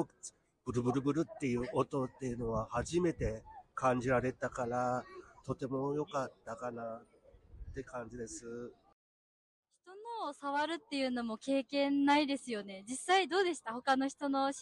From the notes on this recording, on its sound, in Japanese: 心臓ピクニックのワークショップをした模様をお届けします！途中、風の音や外音により音声が大きくなる部分がございます。